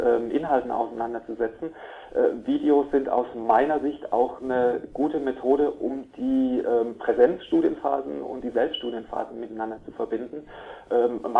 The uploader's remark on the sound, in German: Vom Informationszentrum der Hochschule Offenburg im Telefoninterview.